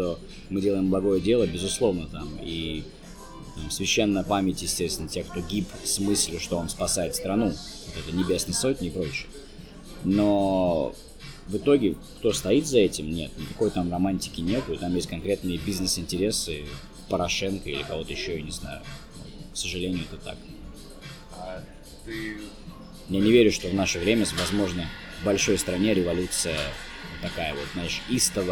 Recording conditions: background noise